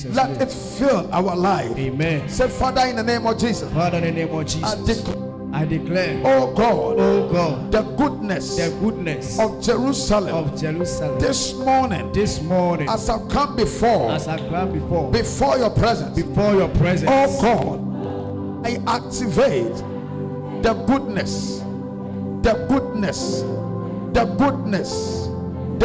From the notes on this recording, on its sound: A powerful message preached at the Adjei Kojo Cathedral at Tema-East.